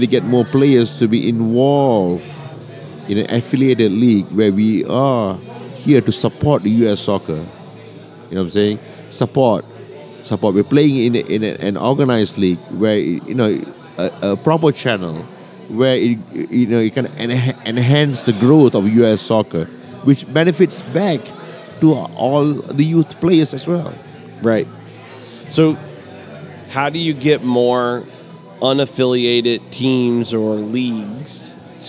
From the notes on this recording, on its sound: Live at the Bar of the US Soccer AGM